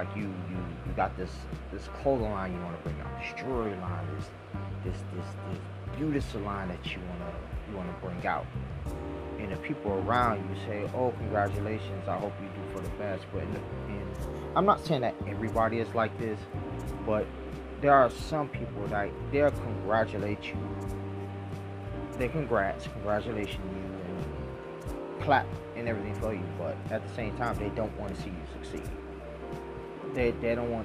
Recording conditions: sounds in the background